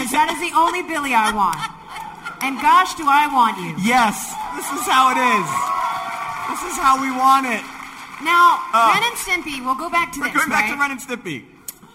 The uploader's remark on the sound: Live from FanExpo Denver. At their very first LIVE podcast recording. Our live audience. We welcomed our audience to create voices for original characters fans of the show submitted!